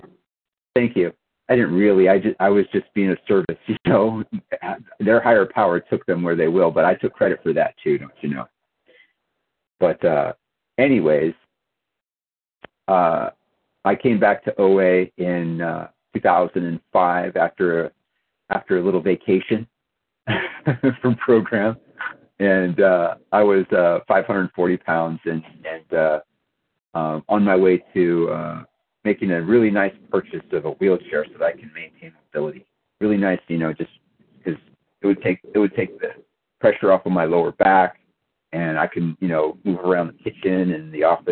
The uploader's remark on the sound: 100 Pounders Phone Meeting